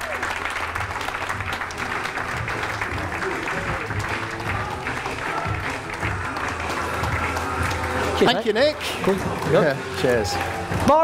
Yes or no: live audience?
yes